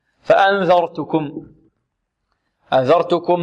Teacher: الذال مرققة والراء مفخم